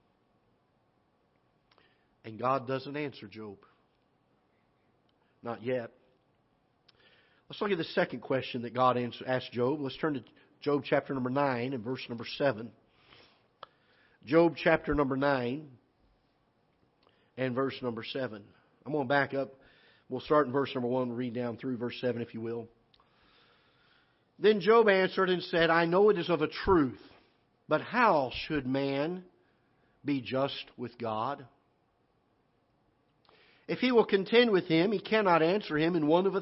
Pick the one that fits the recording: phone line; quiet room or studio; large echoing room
large echoing room